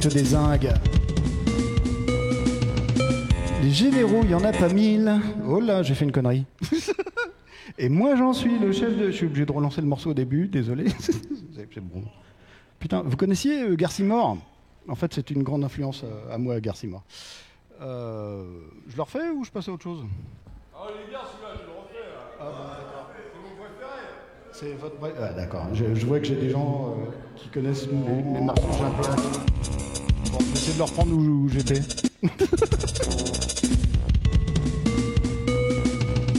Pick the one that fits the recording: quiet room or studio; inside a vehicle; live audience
live audience